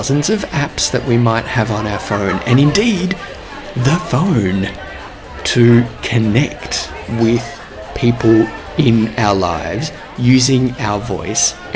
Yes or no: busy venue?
yes